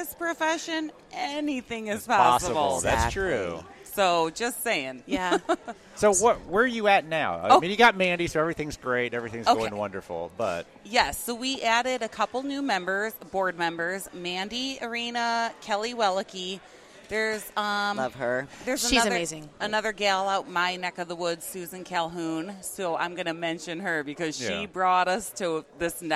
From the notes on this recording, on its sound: We set up in the Ivoclar Ballroom and recorded all weekend long. Inspiration from the Ivoclar Ballroom at Lab Day Chicago. We set up in the Ivoclar Ballroom and recorded all weekend long.